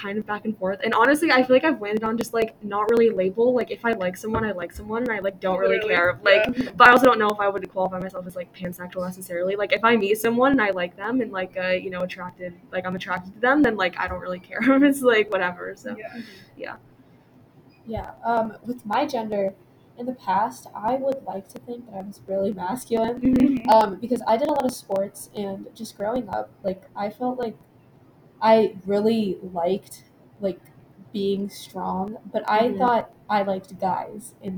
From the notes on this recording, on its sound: Still recording in the school building, so please excuse any background noise.